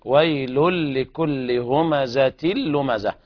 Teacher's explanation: أما نقرأ الآن بطريق الشاطبية والدرة ليس فيها غنة، نقرأ بالإدغام بدون غنة